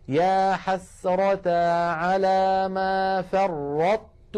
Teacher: أطبقنا على طاء من غير قلقلة، فرطت فتحنا المخرج على تاء · Term: إدغاما ناقصا